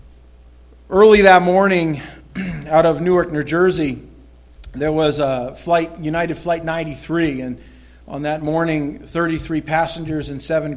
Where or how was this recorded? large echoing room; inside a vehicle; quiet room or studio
large echoing room